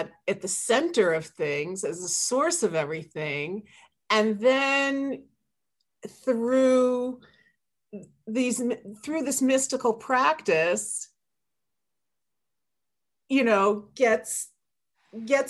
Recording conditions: video call